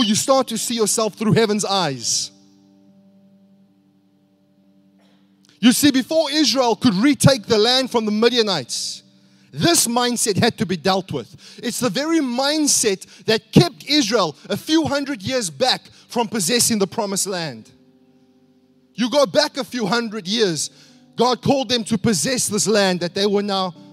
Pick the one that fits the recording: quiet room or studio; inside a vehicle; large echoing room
large echoing room